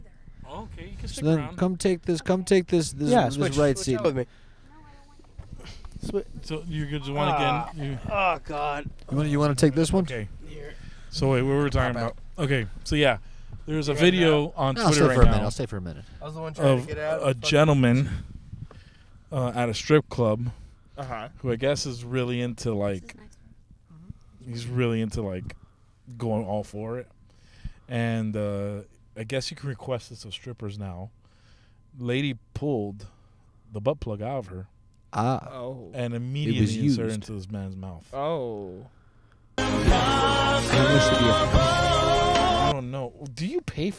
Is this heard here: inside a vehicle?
yes